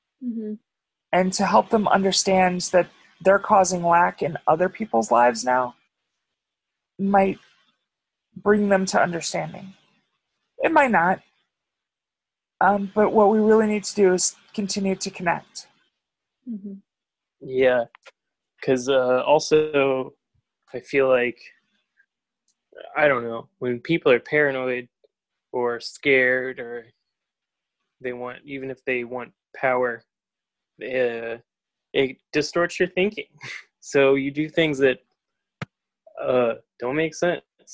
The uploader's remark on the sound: Zoom Edition